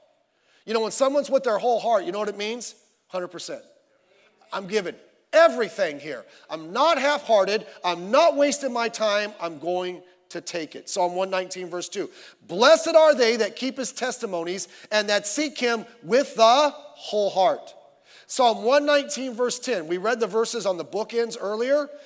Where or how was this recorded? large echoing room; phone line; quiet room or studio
large echoing room